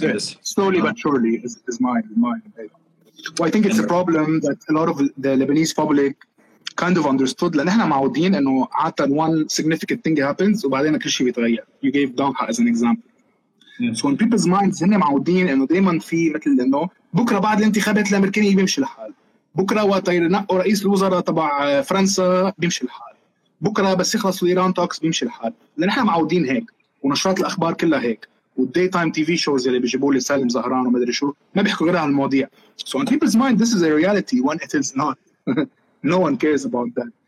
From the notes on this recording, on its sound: This is the audio from our conversation on Instagram Live.